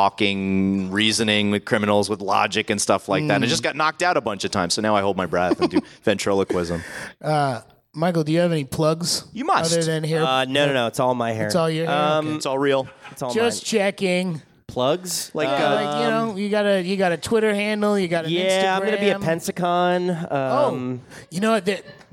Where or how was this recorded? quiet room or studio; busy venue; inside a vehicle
busy venue